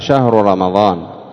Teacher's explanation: وبعض الناس ينطقه بتشديد الميم يقول رمضان، وهذا خطأ، إنما هو بتخفيفها